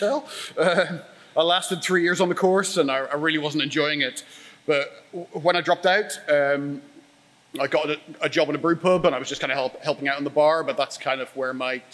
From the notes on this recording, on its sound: A talk he expertly delivered at our Brewers Lectures in Springwell, Leeds.